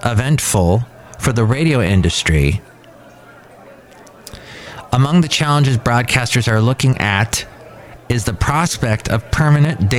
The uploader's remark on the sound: podcasts live from Café Anyway